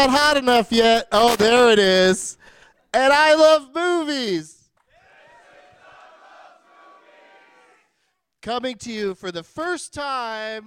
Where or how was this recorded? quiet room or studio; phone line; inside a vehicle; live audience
live audience